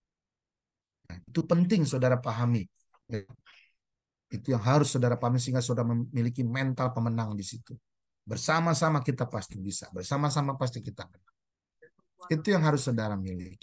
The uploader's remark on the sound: Audio Zoominar